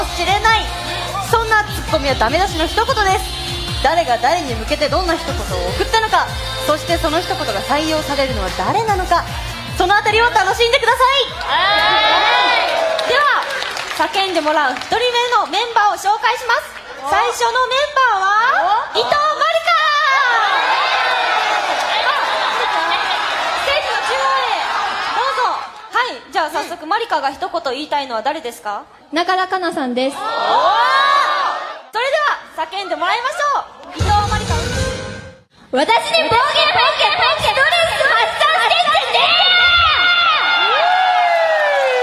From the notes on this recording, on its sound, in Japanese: 公開収録分 山中湖きらら祭り会場。